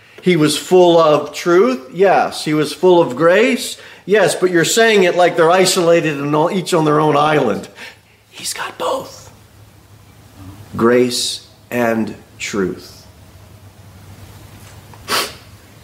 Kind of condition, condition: setting, large echoing room